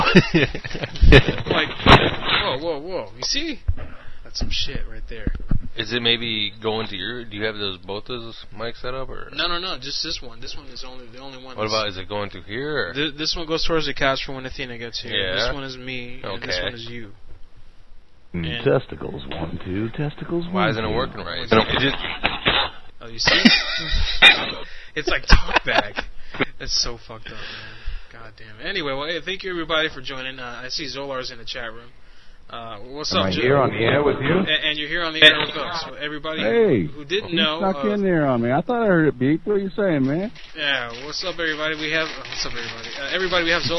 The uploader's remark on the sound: Prank Phone Calls